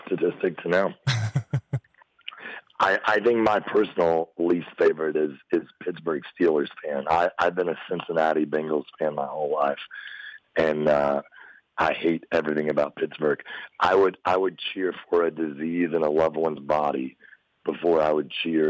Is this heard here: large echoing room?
no